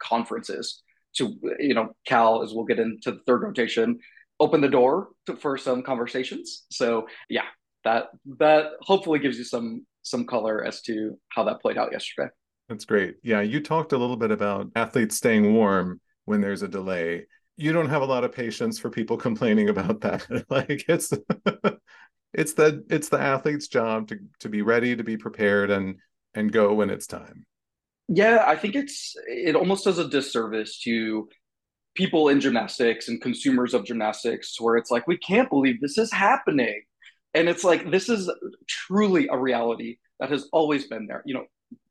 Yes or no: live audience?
no